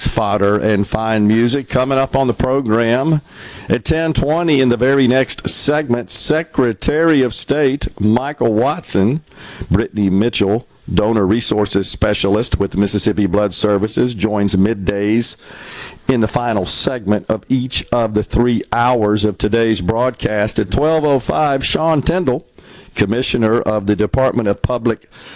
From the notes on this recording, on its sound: MidDays is LIVE from MS Blood Services in Flowood today